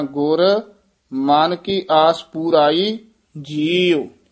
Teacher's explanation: ਪੁਰਾਈ ਨੀ ਕਹਿਣਾ ਦਲੈਂਕੜ ਲੱਗੇ ਹੋਏ ਹਨ ਦੀਰਘ ਉਚਾਰਨ ਕਰਨਾ